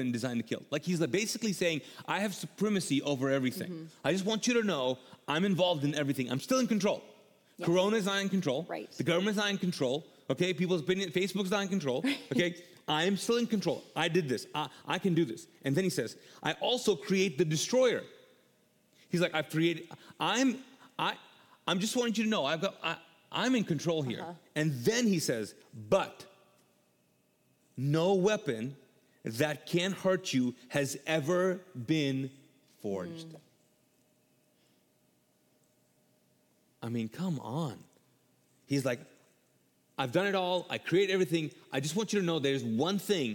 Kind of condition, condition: setting, large echoing room